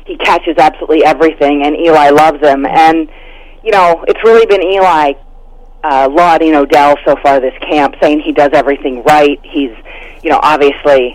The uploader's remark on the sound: live call-in